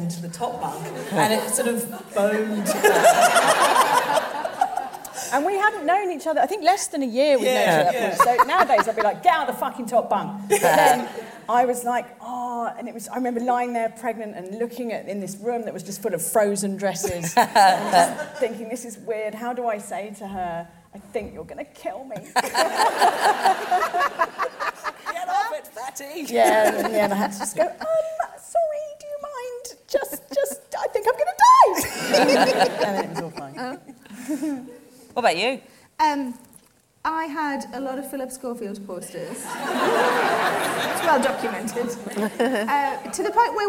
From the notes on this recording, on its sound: This episode was recorded in front of a live audience at the Cheltenham Comedy Festival in September, 2018.